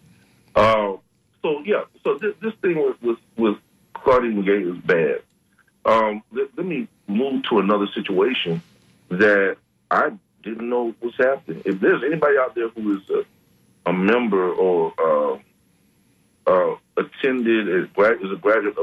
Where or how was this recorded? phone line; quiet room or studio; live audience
phone line